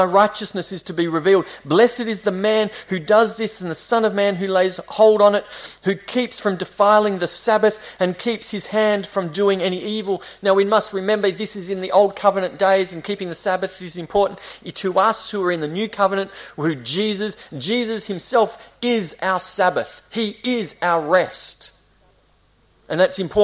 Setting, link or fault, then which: setting, large echoing room